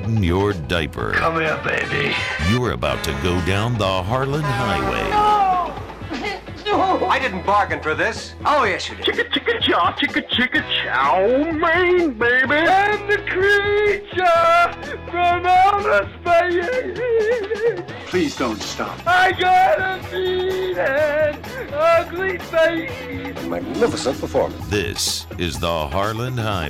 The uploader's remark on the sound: gets a phone call from an irate listener